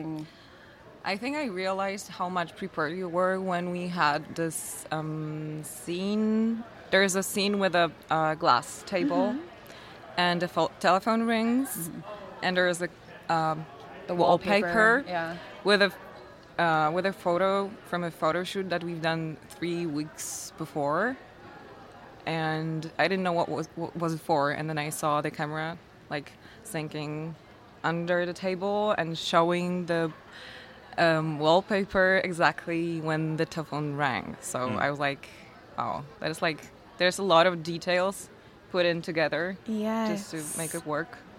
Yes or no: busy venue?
yes